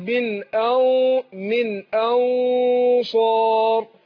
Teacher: احنا بنفخ بالغنة عند ايه حروف الاستعلاء يعني النون في كلمة أنصار نون ساكنة هنخفيها عند الصاد بس الصاد حرف مفخم فبفخم الغنة